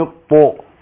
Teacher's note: فعندنا هنا الطاء حرف مفخم مستعل مطبق، حرف قوي، وبعده الالف، الالف تتبع ما قبلها، فقبل الالف حرف مطبق فبفخم الالف